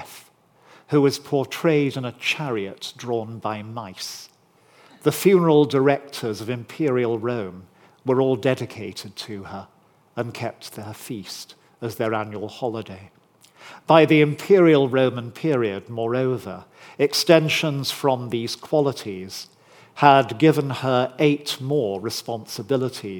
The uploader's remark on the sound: recorded on 20 September 2023 at Barnard's Inn Hall, London